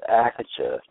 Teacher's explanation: The name's had different the name has been different many times in history, but presently it's A-K-A, G-H-A, and the T-H is not pronounced as the tha sound phonetically in the West, but it's a hard T sound